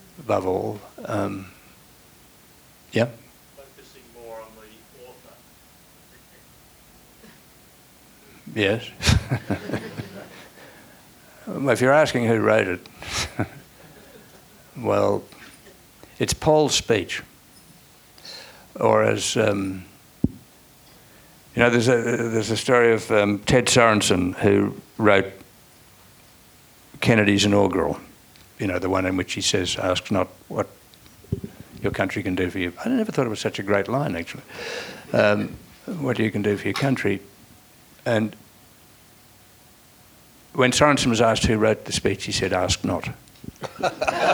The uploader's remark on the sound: This is a live recording from our event.